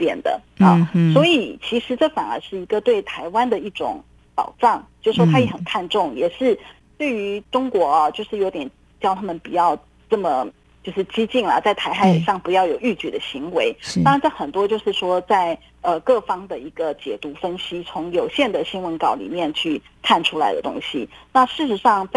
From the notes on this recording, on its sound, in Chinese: 連線訪問中央社駐上海記者